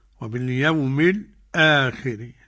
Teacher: سكت إيه لطيف لا نطول فيه كما يفعل البعض · Term: السكت